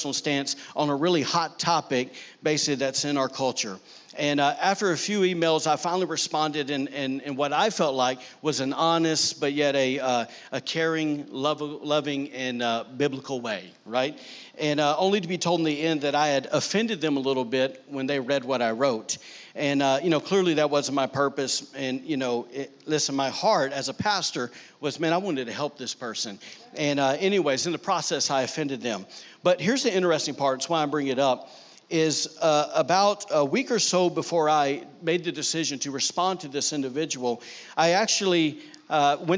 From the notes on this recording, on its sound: during service at The Anchor Church in Rockport, Maine.